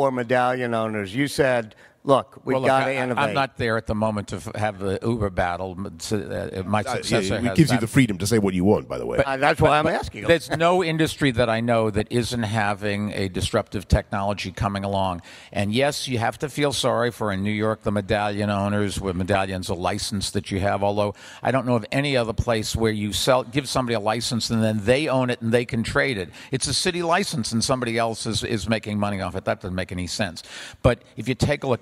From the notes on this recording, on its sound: Recorded at CityLab 2015 in London.